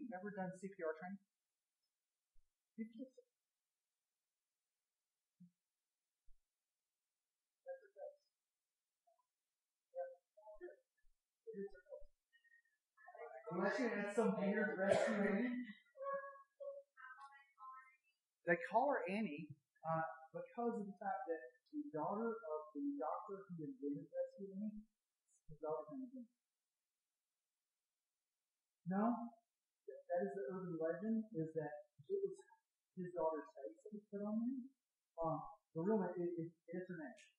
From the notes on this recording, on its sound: THE SOUND QUALITY IS AWFUL DUE TO A MIC FAILURE.